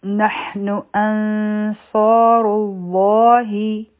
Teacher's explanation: دا لام جلاله چې دی دا به غټ وایو او دوه حرکه به اوږدوو